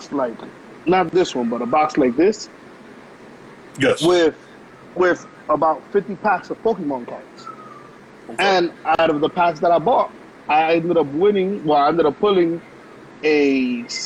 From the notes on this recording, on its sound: We back and had a recording problem so we decided to record via IG LIVE.